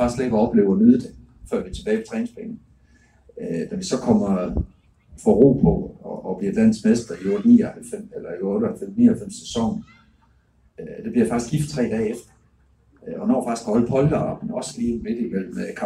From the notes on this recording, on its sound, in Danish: Podcasten er optaget på en undendørsscene ved Utzon Centret i forbindelse med Idrætsmødet i Aalborg. Lydkvaliteten er meget dårlig.